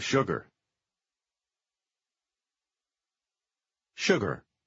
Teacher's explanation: Произнесите последнее слово так, как будто оно начинается с SH.